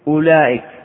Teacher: والمقصود بتمكين الكلمة من الاضطراب منعها من خروجها عن صورتها، فإن أولئك فيها همزة مضمومة وبعدها واو، ولا بد من بيان الواو وتمكينها · Term: مد التمكين